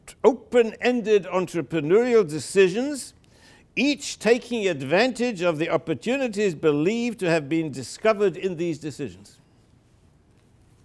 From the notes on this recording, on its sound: delivered the keynote lecture